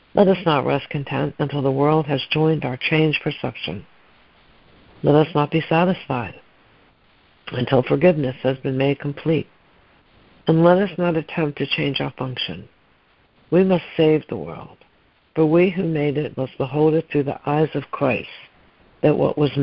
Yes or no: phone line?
yes